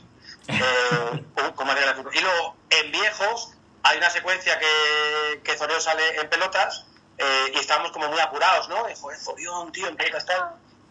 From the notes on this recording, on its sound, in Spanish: Bootleg edition. Nos encontramos con un ordenador nuevo, y vemos en pleno directo, que no graba ni la llamada, ni los micros, ni la intro, ni nada. Acabamos grabando el programa poniendo un auricular encima de un movil el cual graba el audio. Disculpad por el sonido.